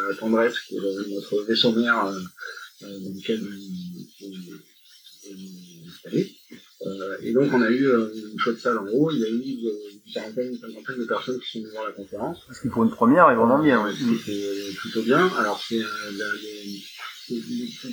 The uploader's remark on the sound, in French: La prise de son souffrait d’un bruit de fond et de problèmes de niveaux.